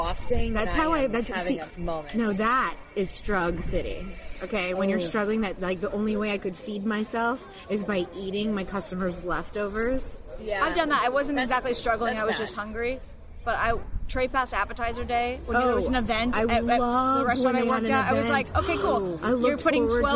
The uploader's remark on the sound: 3 bitchy podcasters are in London and record their bitch sesh at a local pub.